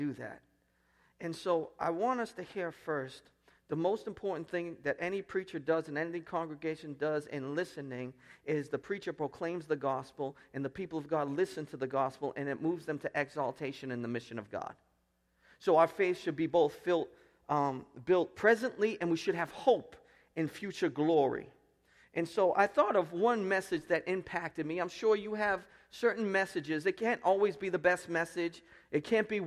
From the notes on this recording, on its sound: Preached at Restoration Road Church on June 4, 2017.